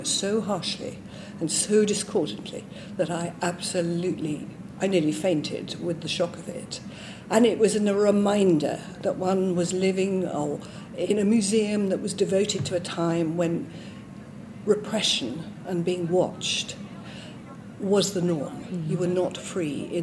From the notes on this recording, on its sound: This special edition was recorded live at the Booksellers Association Conference in Birmingham.